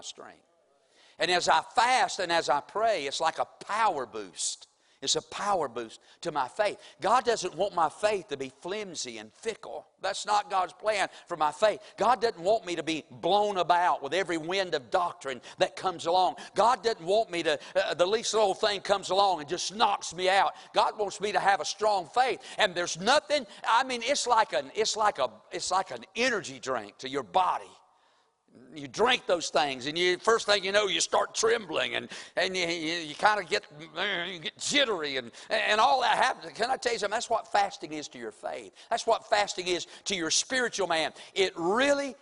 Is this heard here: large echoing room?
yes